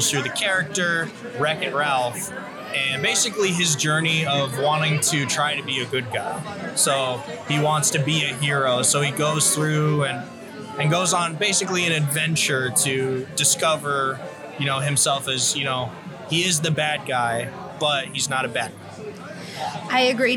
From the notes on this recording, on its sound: Wreck it Ralph LIVE at CCS 2023. In this episode, we are LIVE at CCS 2023!